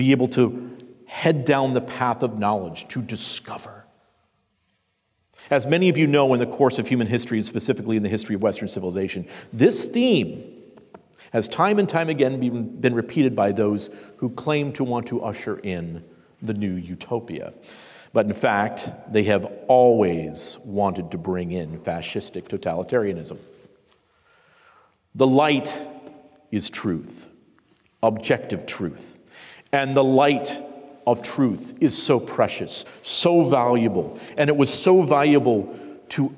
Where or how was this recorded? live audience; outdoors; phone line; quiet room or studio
live audience